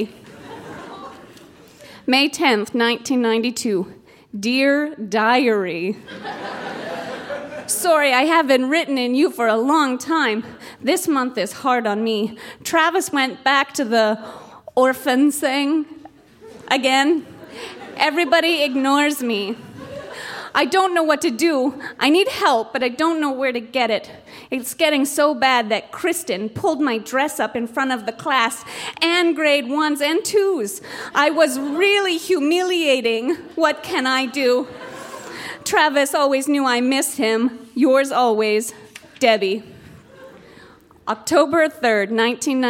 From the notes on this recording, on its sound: Recorded live at The Walper Hotel in Kitchener.